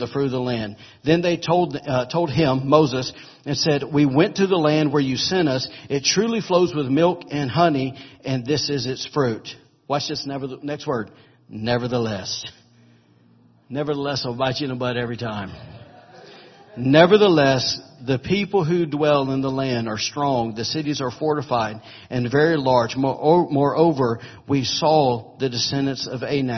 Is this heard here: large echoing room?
yes